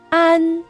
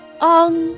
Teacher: 在发前鼻音的时候呢，啊，这个音比较的尖细清亮。而发后鼻音的时候呢，声音则是浑厚响亮的。